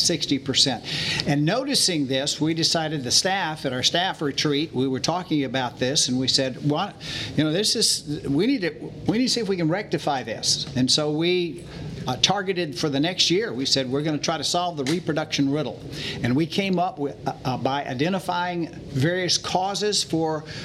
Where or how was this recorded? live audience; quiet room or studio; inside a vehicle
live audience